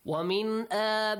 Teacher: the word آبَاء has a mad. The mad is wajib to extend because the alif mad, آبَاء and the hamza, I, آبَائِهِمْ They both are in One word.